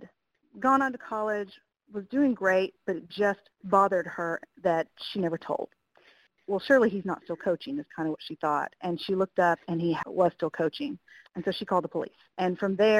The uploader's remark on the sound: We phone interviewed the prosecutor of his case. This recording took place during the From Cradle to Cane Conference: Crimes Against Vulnerable Victims in Charleston, SC March of 2017.